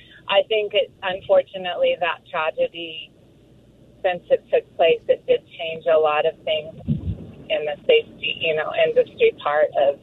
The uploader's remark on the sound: Listeners call in and share their thoughts.